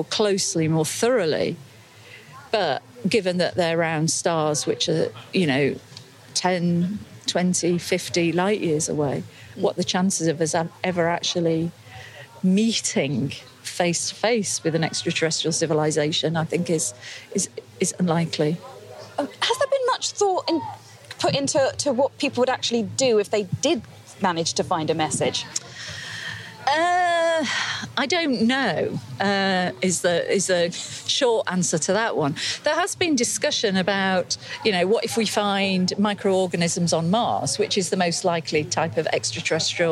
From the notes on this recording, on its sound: we’re live at the world famous Jodrell Bank Observatory in Cheshire for the Bluedot science and music festival 2018